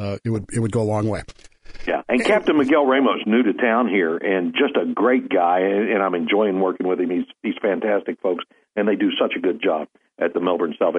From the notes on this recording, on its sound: NOTE: iHeart had computer issues this morning, forcing the show to be done via telephone with the attendant reduced audio quality.